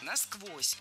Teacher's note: Ударение в этом наречии должно падать на второй слог.